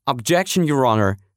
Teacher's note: существительное, тоже с ударением на второй слог, как и глагол object, а именно objection